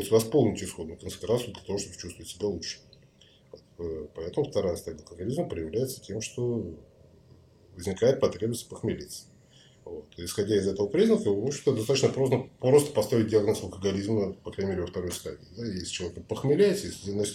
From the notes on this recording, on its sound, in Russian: Качество записи не идеальное, так как это рип с эфира в инстгараме, но вполне можно слушать.